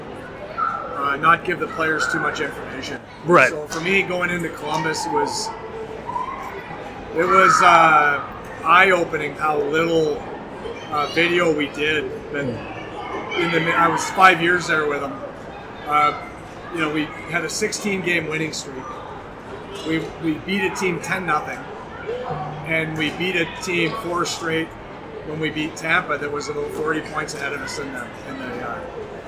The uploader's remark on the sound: BSH Radio Special: Live from the Flyers Charities Carnival!